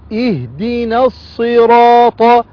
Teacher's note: لم شمسية مضغمة في الصاد المكسورة